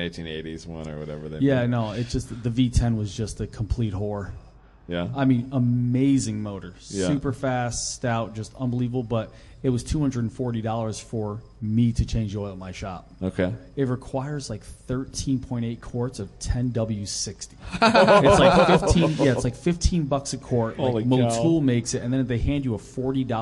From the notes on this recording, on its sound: LIVE at HondaMeet15 Party Barn.